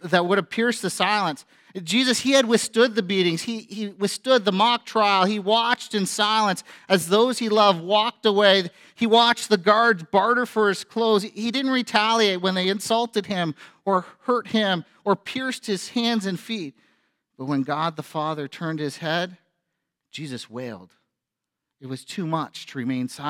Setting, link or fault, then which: setting, large echoing room